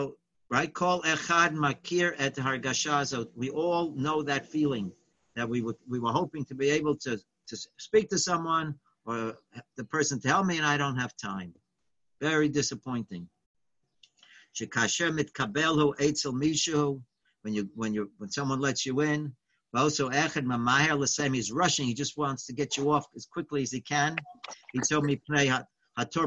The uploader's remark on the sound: Live On Zoom